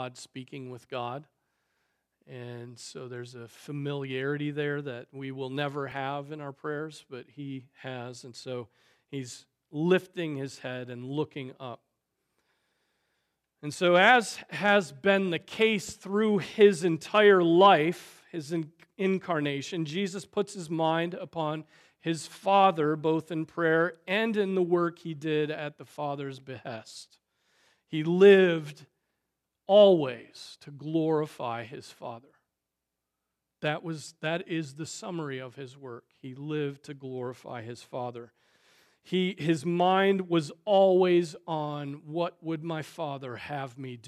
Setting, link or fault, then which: setting, large echoing room